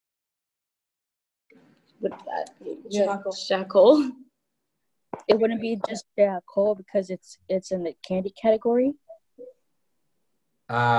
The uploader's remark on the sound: Halacha Zoom Class 5/3.